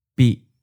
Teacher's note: Fourth tone, mid stop.